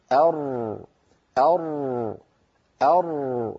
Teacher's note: هي تخرج من طرف اللسان، ولكن اللسان عند نطقها يتقعر، والذي يصطدم بغار الحنك هو ما لون باللون الأخضر الفاتح كما ترون. · Term: انحراف الراء